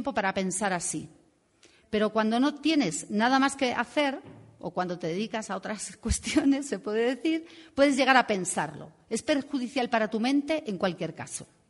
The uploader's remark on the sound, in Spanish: Entre el público estaba la delegación de la sede de la fundación en Berlín. Al igual que agradecemos a todas las personas presentes en la sala por las preguntas interesantes y una rica discusión y también a quienes siguieron el debate desde sus casas (escuchando la transmisión en vivo que realizó ALER).